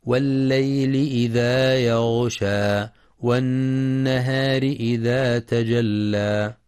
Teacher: ويراعي ترقيق الراء وصلا لكسرها، كما يجب بيان تشديد اللام في تجلى مع إثبات المد الطبيعي بمقدار حركتين عند الوقف. · ينتبه القارئ لتحقيق كسر اللام في والليل